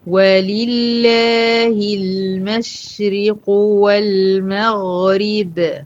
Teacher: أتم كسر الري وقلقل الب